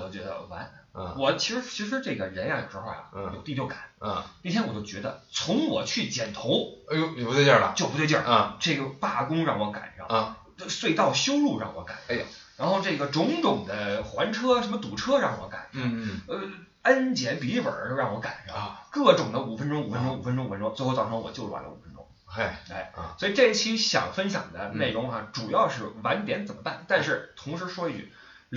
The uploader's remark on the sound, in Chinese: 出门在外没带专业话筒，音质抱歉